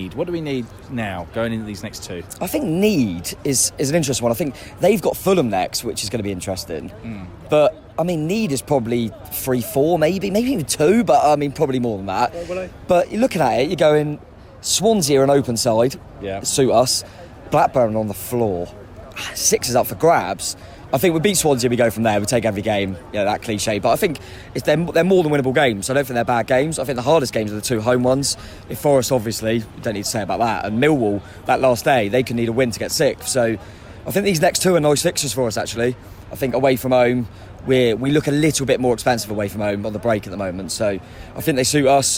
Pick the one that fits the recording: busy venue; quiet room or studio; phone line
busy venue